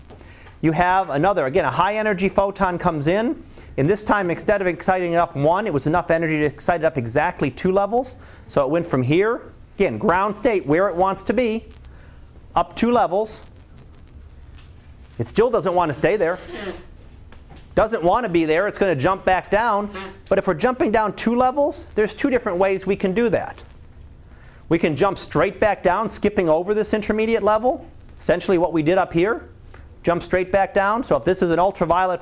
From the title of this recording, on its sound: Live Class Lecture